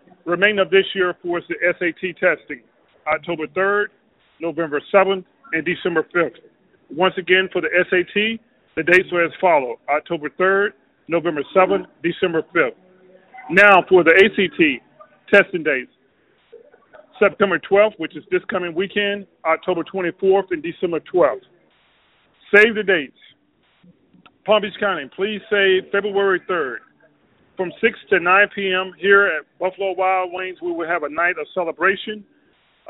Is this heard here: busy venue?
yes